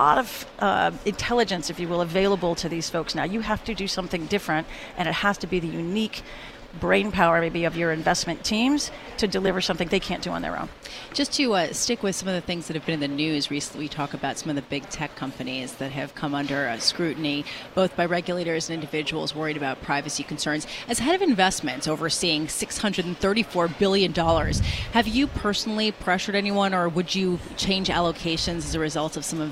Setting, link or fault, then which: setting, busy venue